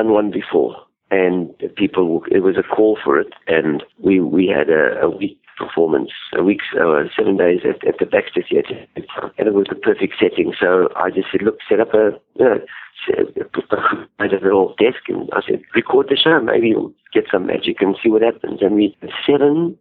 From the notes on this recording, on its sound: Something came up and the interview was conducted by telephone.